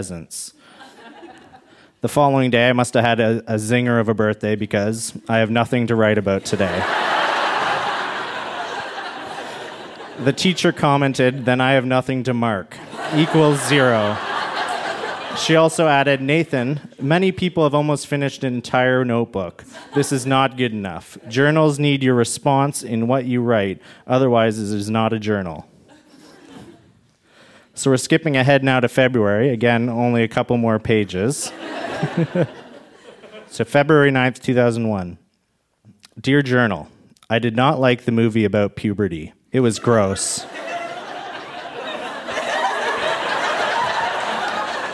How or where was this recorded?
live audience